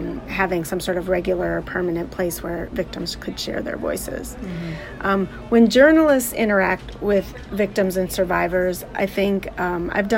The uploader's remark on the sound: These interviews took place at the Women of the Church Conference in October of 2018.